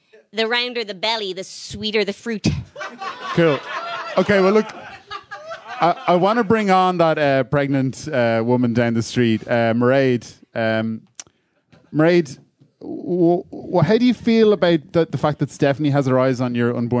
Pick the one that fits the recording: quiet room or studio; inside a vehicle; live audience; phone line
live audience